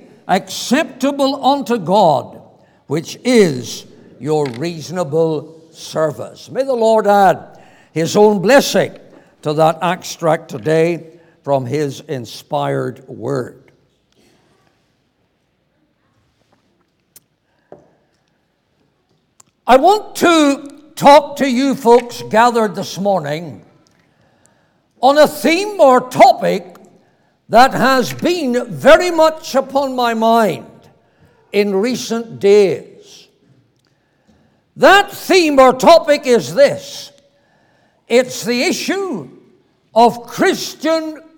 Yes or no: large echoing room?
yes